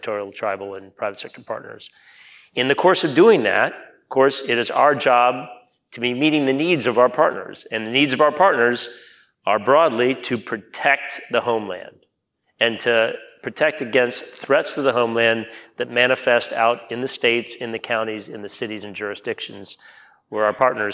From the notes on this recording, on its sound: In front of a live audience at the Knight Foundation's INFORMED conference in Miami, Florida